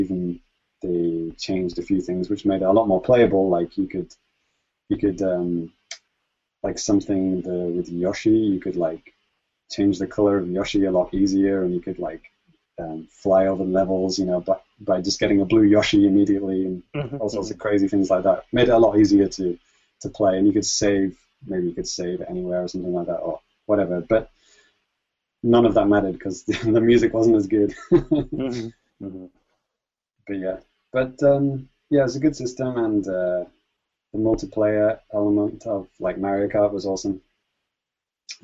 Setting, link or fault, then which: link, video call